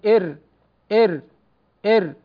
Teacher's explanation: رأس اللسان مع ما يليها من الحنك الأعلى، تقول إر إر إر، وهي أدخل في ظهر اللسان من النون كما ذكرنا. · Term: الراء